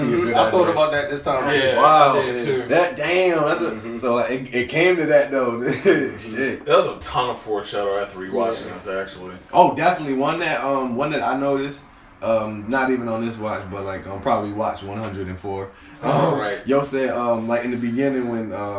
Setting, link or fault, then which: fault, poor sound quality